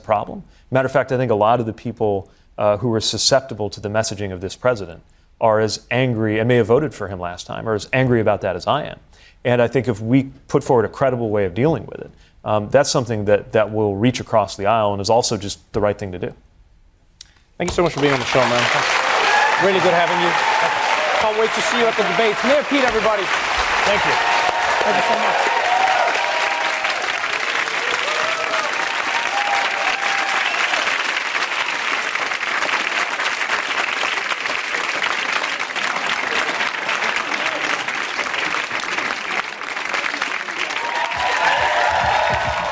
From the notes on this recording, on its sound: Takes Questions From the Audience. Taking questions from the audience.